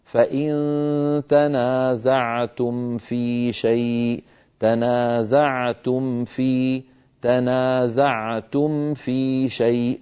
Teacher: بيان الميم عند الفاء في قوله تعالى فإن تنازعتم في شيء، لابد من بيان الميم الساكنة والحرص على عدم خفائها